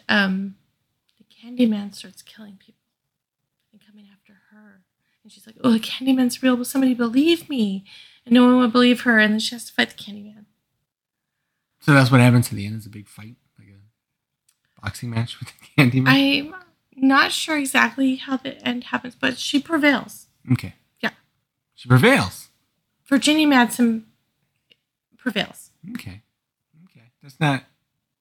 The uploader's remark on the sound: Also, sorry if the sound is iffy from time to time. We were drunk and sharing a mic!